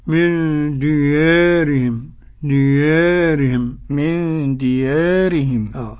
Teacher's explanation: ديارهم قرأ بتقليل الألف قبل الراء المكسورة المتطرفة ورش